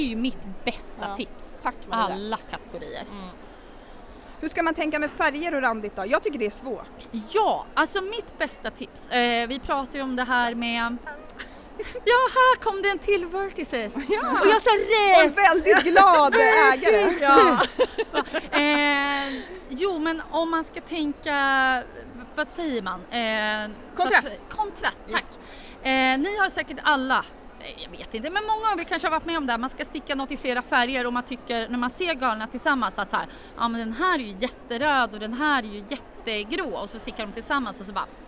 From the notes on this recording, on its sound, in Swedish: Live på Stockholmsmässan. Tre mammor och en välstämd ukulele tog ton på Sy- och hantverksfestivalen i Stockholm.